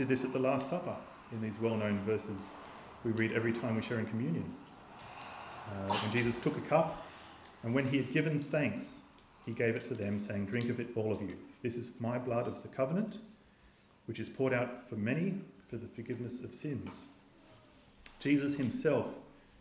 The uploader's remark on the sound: This sermon was preached on the 31st of December 2023 at all services of Helensburgh and Stanwell Park Anglican Church.